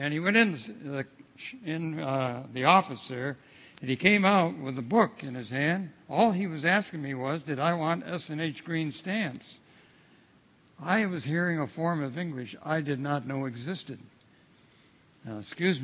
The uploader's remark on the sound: at The People’s Church, Somerville, NB on Sunday evening October 2, 2016